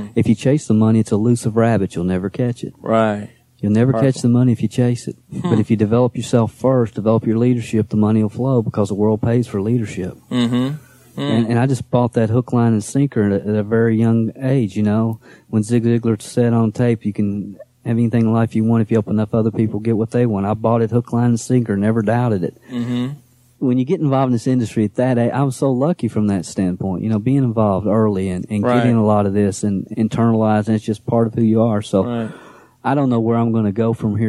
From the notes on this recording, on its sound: This session was recorded on a cruise ship in the Bahamas during the first ever MLM Leadership Cruise